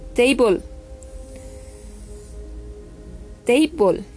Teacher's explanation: esa A de mesa se pronuncia EI